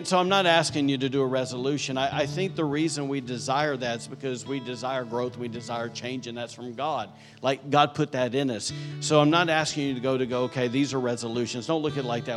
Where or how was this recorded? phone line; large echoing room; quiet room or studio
large echoing room